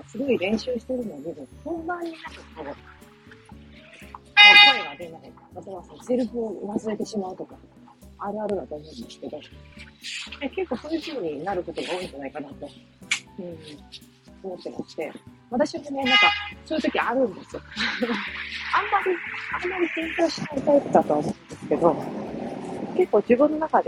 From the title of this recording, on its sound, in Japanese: 歩きながら雑談